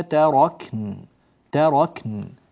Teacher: إذا وقفنا على كلمة تركن نعطي الكاف حقها من الزمن، حقها من التسكين، ونعطيها أيضا همسها، وكذلك نعطي النون بعدها حقها من البينية اللي هي الزمن المتوسط، ونعطيها كذلك وضوحها وظهورها، مما تركن تركن هكذا.